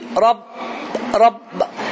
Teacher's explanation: Hava axına gəlir, dayanır. Sonra isə B tələffüz olunur. · Term: B hərfi